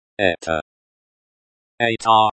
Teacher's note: The stress falls on the first syllable.